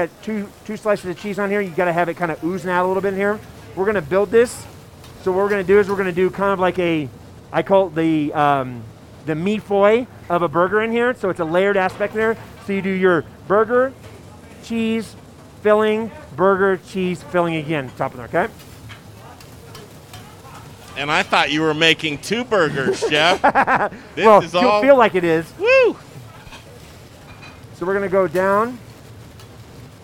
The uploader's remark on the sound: Live from Monarch Casino Resort Spa!